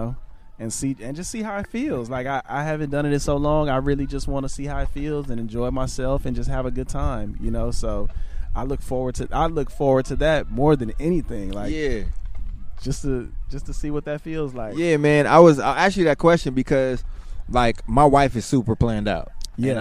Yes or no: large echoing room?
no